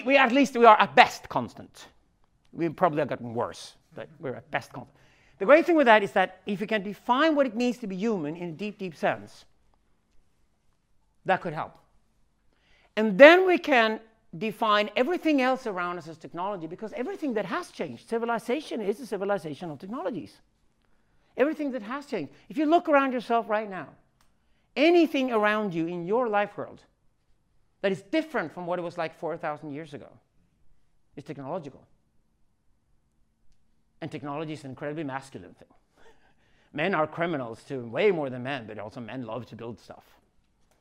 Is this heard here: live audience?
yes